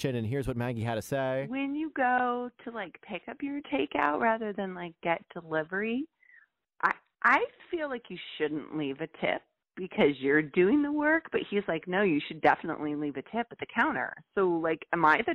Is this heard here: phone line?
yes